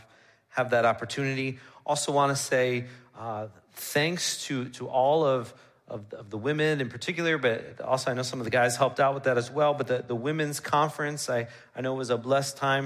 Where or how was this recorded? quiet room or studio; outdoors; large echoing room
large echoing room